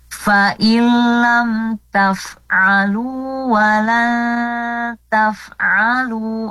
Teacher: Nun sukun bertemu huruf ta. Dibaca samar dan didengungkan. · Term: ikhfa